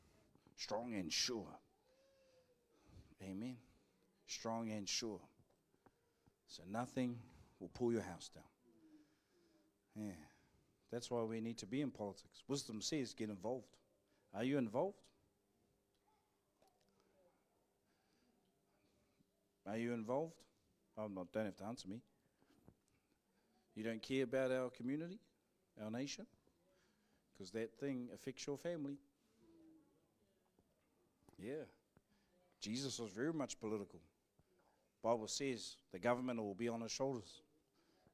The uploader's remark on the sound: Live from IwiTapu Destiny Church Hawkes Bay